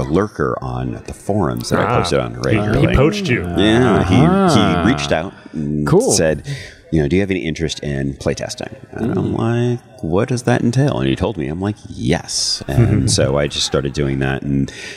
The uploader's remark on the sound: The second of two Designer Deep Dives we recorded on the ground at GEN CON in August.